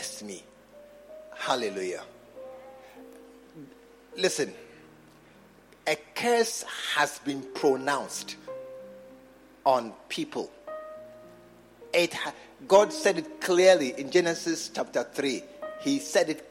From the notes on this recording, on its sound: Preached at the True Vine Cathedral, Bantama